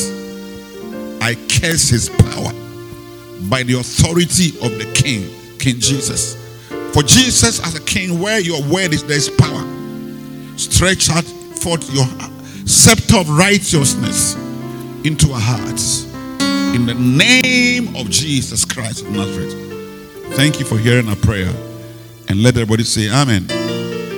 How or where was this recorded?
large echoing room